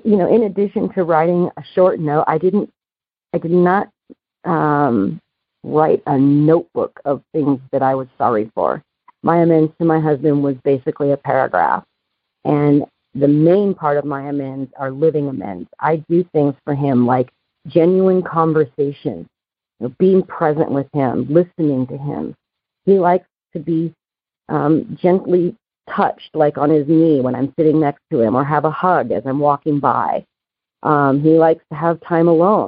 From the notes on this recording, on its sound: Noon Phone Speaker Meeting.